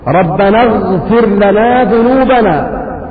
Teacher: فتجد أن الغين تخرج من أدنى الحلق